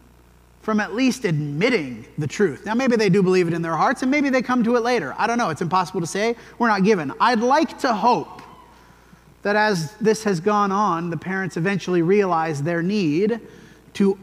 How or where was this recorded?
large echoing room